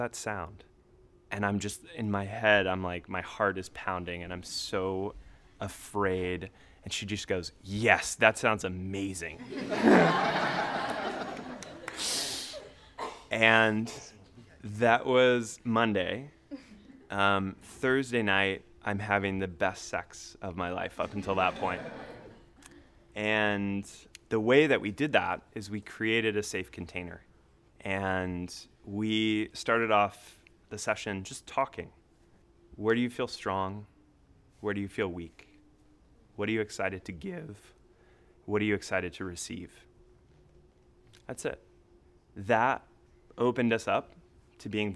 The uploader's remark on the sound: This story was recorded at the touchpoint town hall in NYC on April 3, 2018 at The Assemblage Nomad.